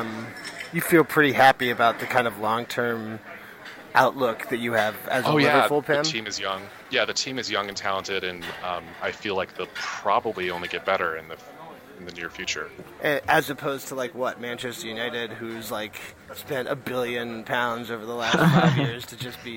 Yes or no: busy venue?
yes